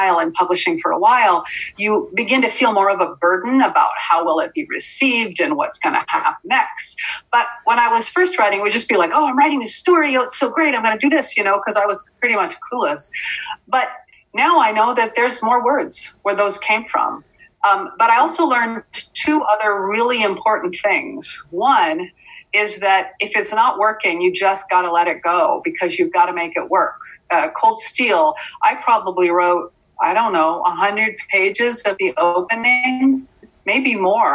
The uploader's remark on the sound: zoom medium on Planet Hawaii, and with minor robotic interference here and there